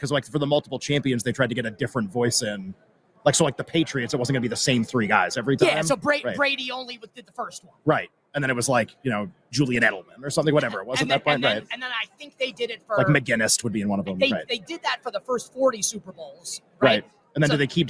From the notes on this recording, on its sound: LIVE from Radio Row in Las Vegas.